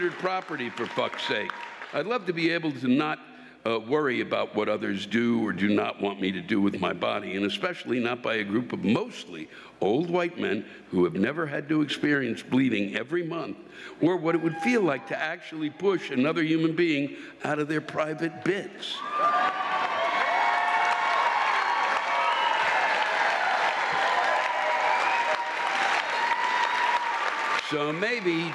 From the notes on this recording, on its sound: This week’s live rants come from the Celebrity Theater in Phoenix, Arizona.